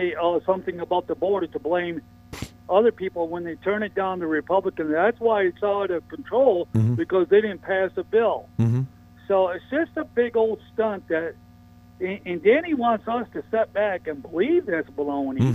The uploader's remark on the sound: called from Nevada